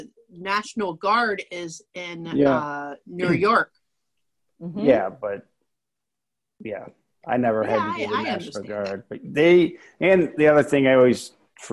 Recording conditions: video call